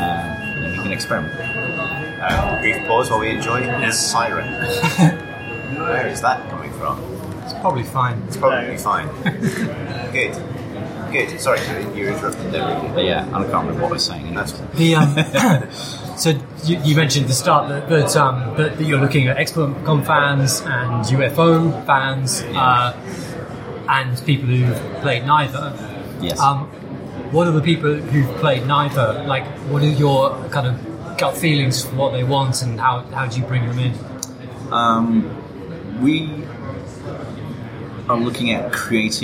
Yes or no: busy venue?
yes